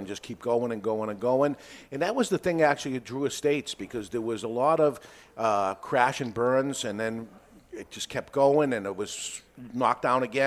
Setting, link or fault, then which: setting, live audience